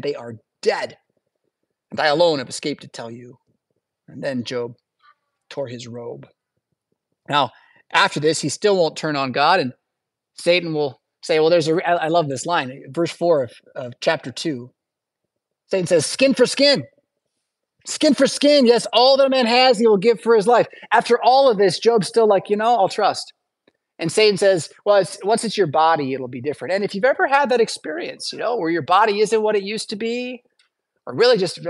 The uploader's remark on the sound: Preached at St Paul Lutheran Church , Rockford, Illinois on January 14th, 2023.